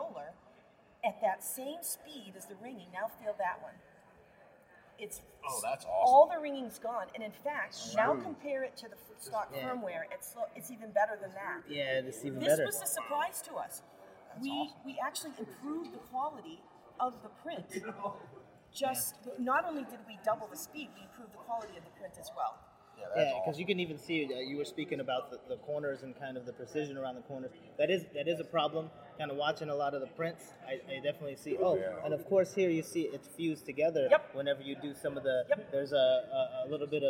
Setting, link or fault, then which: setting, busy venue